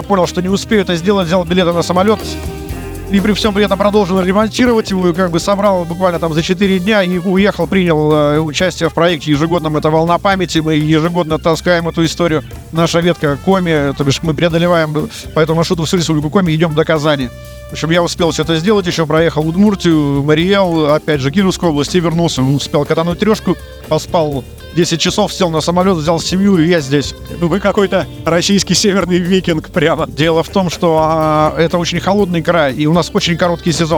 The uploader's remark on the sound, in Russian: Мотофестивале Baltic Rally 2023 в ходе которого и состоялась эта встреча с нашей радиостанцией. Записано в городе Выборг 22 июля 2023 года на Рыночной площади в ходе фестиваля Балтик Ралли.